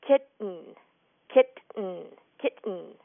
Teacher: the common pronunciation is to say the first T and then to sort of jump over the second one. In other words, kitten, kitten, kitten.